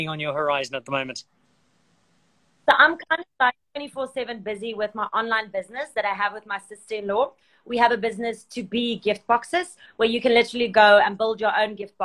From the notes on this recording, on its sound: IG Live.